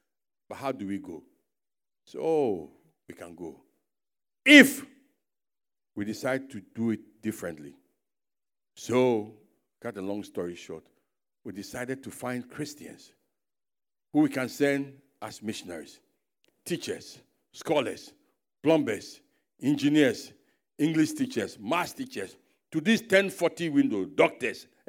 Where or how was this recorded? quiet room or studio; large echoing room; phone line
large echoing room